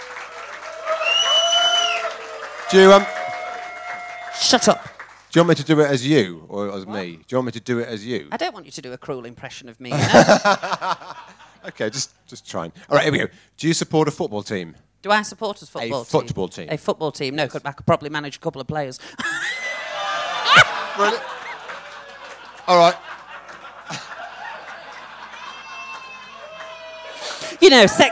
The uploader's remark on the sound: Recorded in front of a Live audience at London's Royal Vauxhall Tavern.